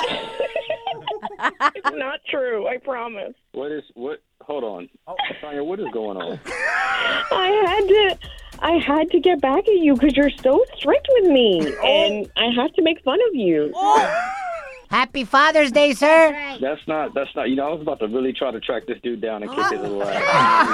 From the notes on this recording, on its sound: We opened up the phone lines to ask who has the world's strictest dad!